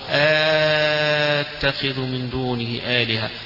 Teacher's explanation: دونه آلهة، وقرأها ورش قراءة الأزرق عنه أتخذ من دونه آلهة بالمد الطويل فيها التقاء الساكن